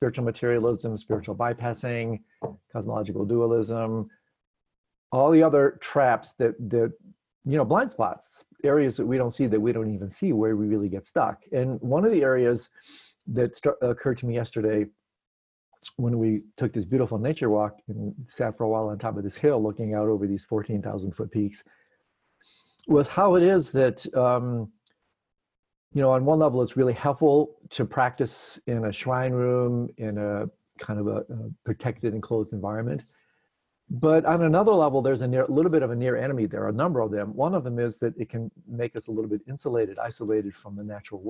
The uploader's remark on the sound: Virtual Hangout